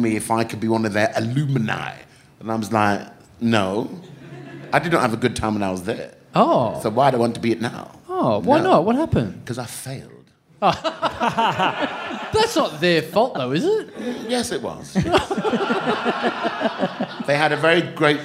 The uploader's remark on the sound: The people of Adelaide turned up at the last minute to catch the first of our awesome live episodes. Things get weird with a young man in the front row.